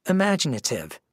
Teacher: 5 syllables, main stress on the 2nd syllable